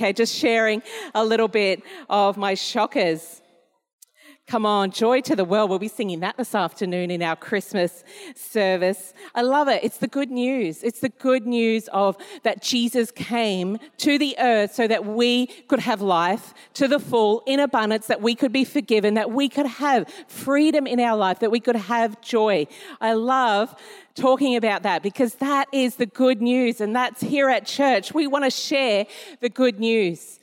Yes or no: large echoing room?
yes